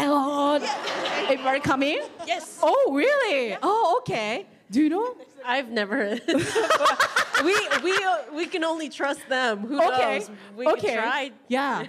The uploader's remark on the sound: LIVE! Snippets from NYC & ATL. Here are snippets from the New York and Atlanta shows! We loved meeting the fans in person!